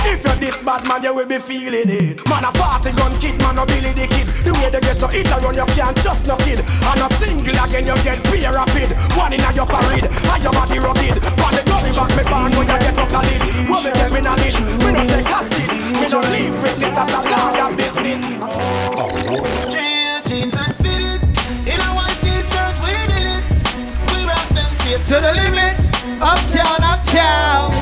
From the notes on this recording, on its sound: Live Audio recording from Island Saturdays on Saturday, October 29th.